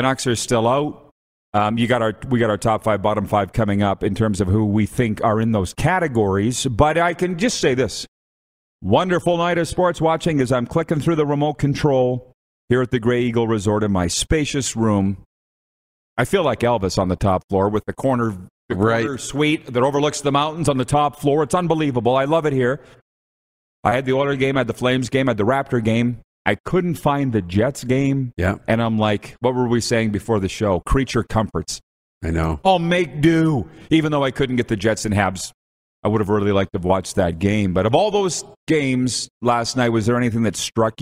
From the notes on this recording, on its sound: On location at the Grey Eagle Casino and Resort today.